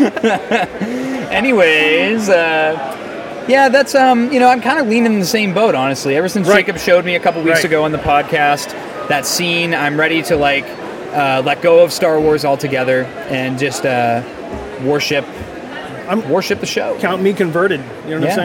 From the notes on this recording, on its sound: Erie ComiCon 2022 Hot Mic Interviews! We share our hot mic interviews with other Star Wars fans at the Erie ComiCon!